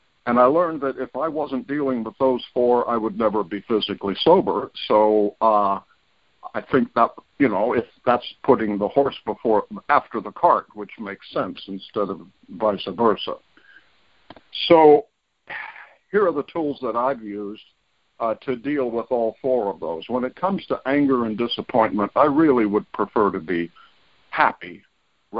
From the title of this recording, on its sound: Monday Noon Phone Speaker Series